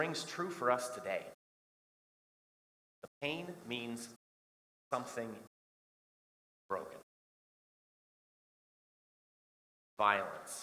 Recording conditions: large echoing room